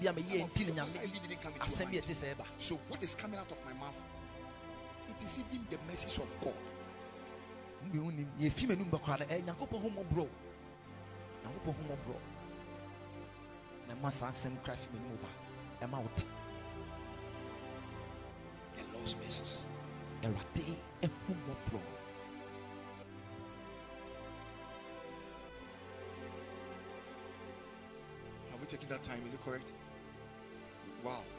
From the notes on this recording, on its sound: Preached at the Sunday Service